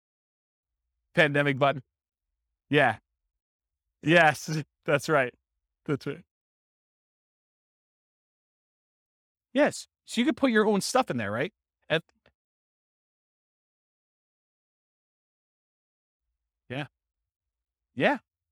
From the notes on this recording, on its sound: This was a live class recorded.